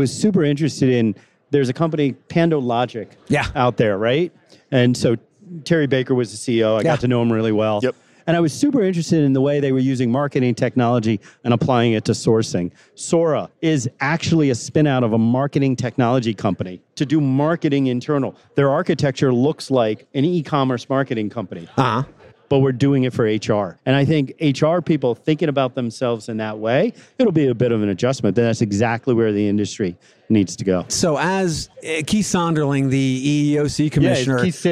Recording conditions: busy venue